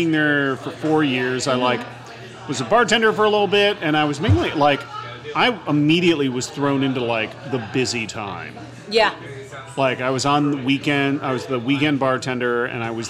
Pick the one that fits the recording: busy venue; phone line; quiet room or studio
busy venue